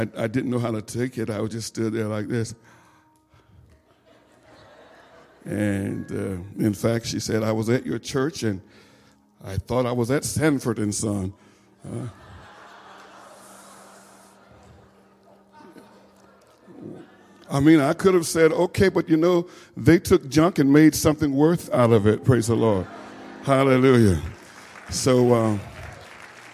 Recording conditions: large echoing room